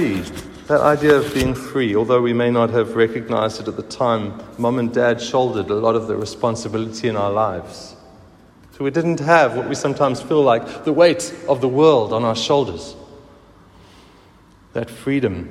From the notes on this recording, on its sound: Recorded at the 9:30am service on Sunday 23rd July 2023